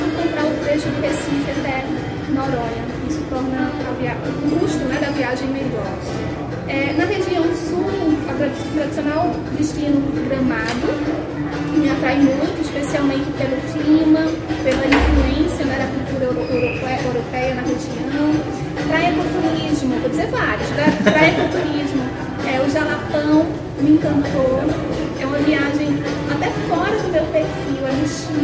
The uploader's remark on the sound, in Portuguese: Confira este episódio que foi gravado no Recife durante a convenção dos franqueados da Clube Turismo.